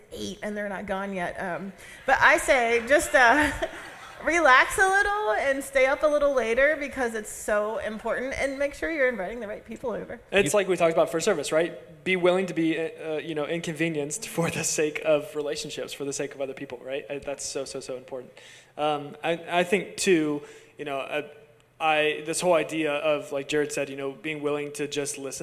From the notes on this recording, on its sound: LIVE ON STAGE. This week we did our podcast live for our church family!